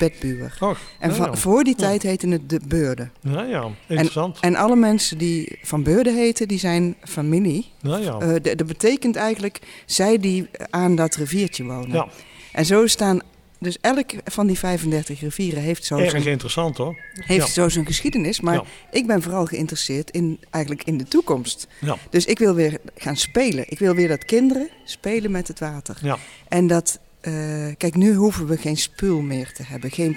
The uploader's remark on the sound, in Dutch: Opname: 1 november 2022, tijdens de nationale Klimaatweek in de Stadskas, LocHal in Tilburg.